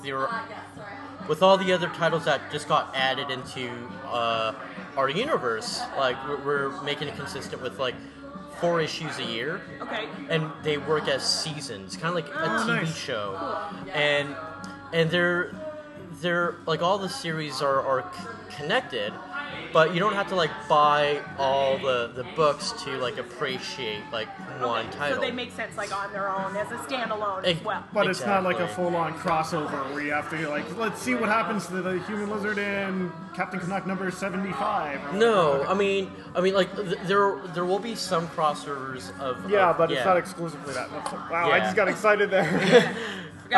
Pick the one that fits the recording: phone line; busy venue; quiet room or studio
busy venue